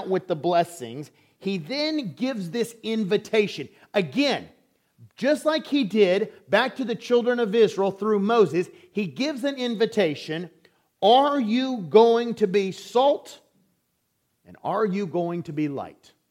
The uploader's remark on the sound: recorded on February 18, 2023, at Ringgold Seventh-day Adventist Church.